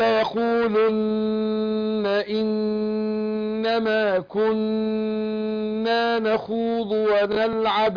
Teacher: عايزين بقى النون المشدده والميم المشدده يا حاجه نديها غنى حركتين